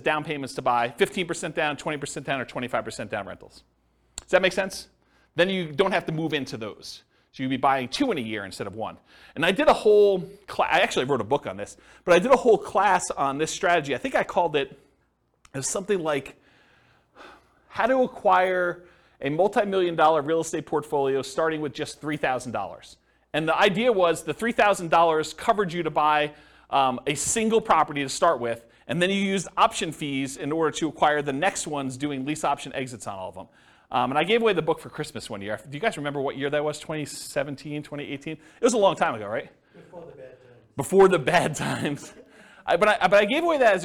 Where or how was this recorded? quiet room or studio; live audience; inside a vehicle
live audience